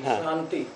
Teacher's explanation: लेकिन यहाँ दोनों में ईषद रहेगा, तालव्य श मूर्धन्य श में तालव्य श बोलेंगे तो तालु से ईषद स्पृष्ट पीछे जाएगी लेकिन टच नहीं होगी